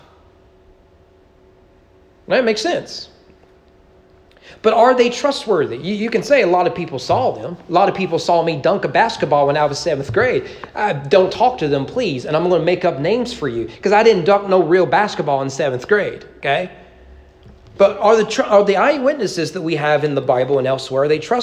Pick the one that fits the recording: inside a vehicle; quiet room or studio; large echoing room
large echoing room